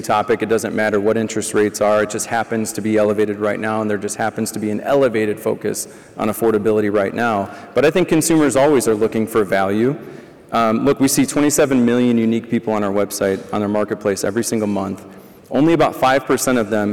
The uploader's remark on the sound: highlighting some of the panels and presentations from Used Car Week 2023